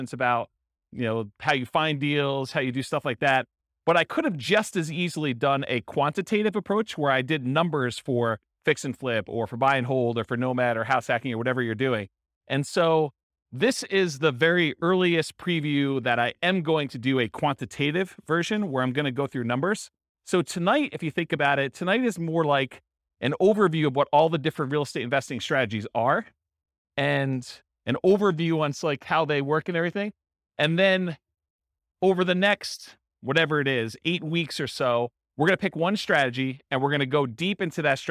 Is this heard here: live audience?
yes